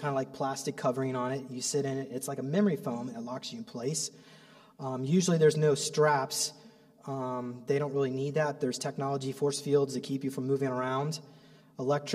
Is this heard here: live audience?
yes